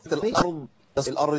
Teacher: الوقف على الضاد، الارض، الارض دي ما تنفعش، ولا اقول الارض بالدال ما تنفعش، لابد من تمكين مخرج الضاد اللي هو حافه اللسان الجانبيه سواء اليمنى او اليسرى مع ما يواليها من الضراس العليا